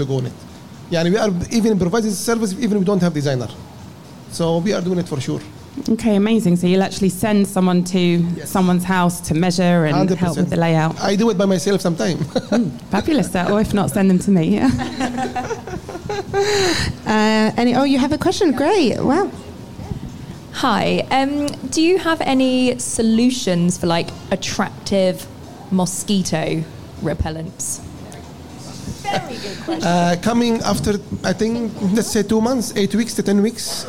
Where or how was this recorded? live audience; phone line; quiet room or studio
live audience